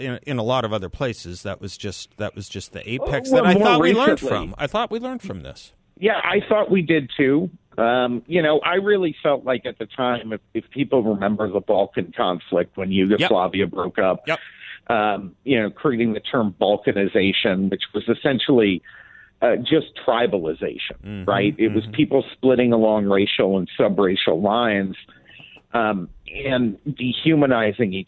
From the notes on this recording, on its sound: By phone for the full hour.